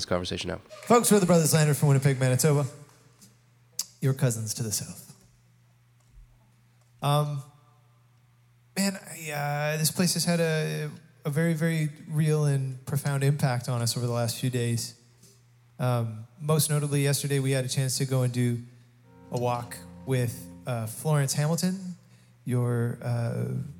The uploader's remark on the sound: the concert from the Churchill Curling Club